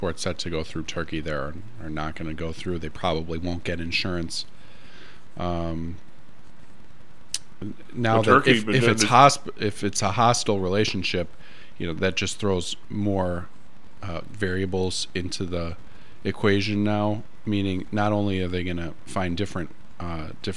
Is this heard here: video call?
no